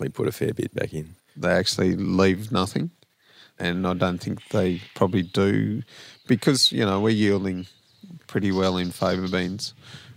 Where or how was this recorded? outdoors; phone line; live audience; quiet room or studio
outdoors